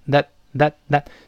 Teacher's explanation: that 注意这个连词 that 要轻要快，要弱化成 a